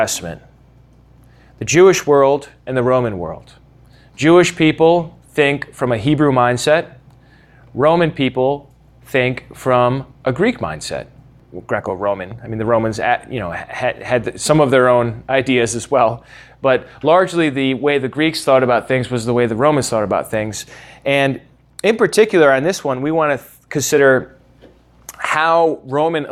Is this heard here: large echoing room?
yes